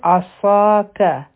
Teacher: صاد غټ حرف دی، او دا به دوه حرکه اوږدوو ځکه چې دا مدی طبعي دی. او کاف چې دی دا لایت، یعنی نری حرف دی، په دې باندې فتحه ده، نو دا به یو حرکه وایو.